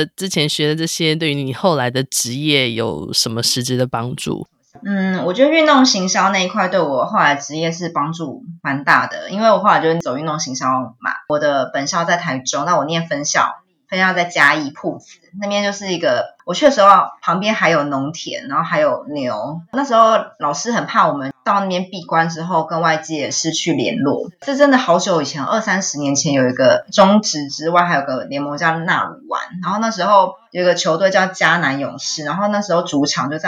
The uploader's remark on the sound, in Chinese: 本集訪問有點現場環境音，還請見諒